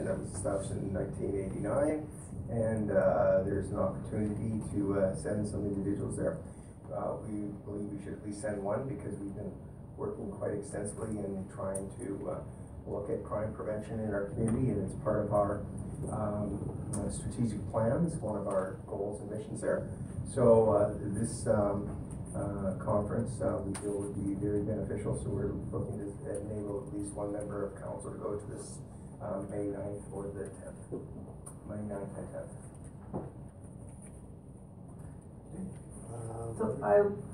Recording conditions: large echoing room